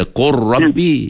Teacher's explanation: Sebab ada lam kalau bertemu dengan ra, contoh lam bertemu dengan ra kena baca qurrabbi, yang itu kena panggil idgham.